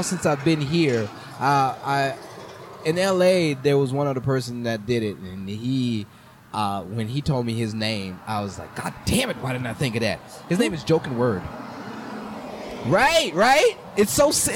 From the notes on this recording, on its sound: sitting outside Rudyards on a beautiful day